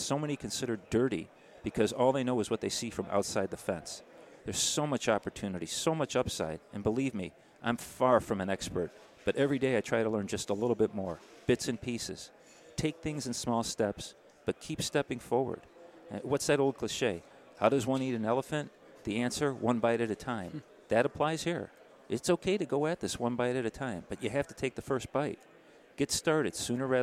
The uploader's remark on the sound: Live at AFPM